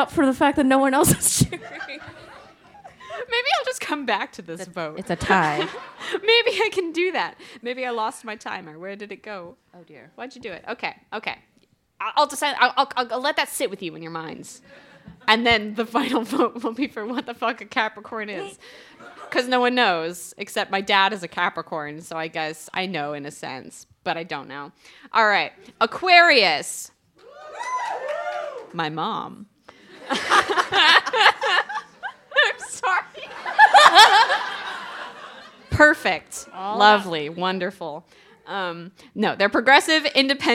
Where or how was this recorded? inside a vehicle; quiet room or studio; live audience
live audience